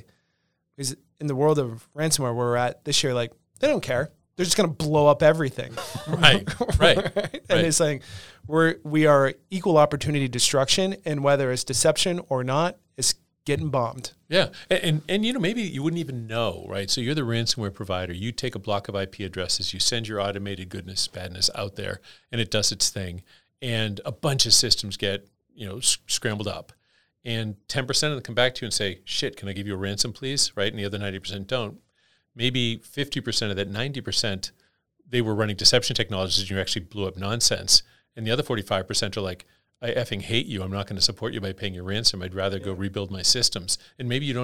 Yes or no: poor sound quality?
no